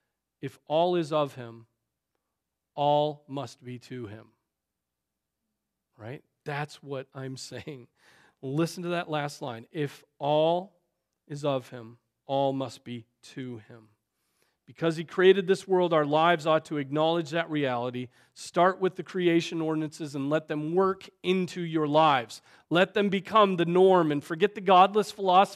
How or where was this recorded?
large echoing room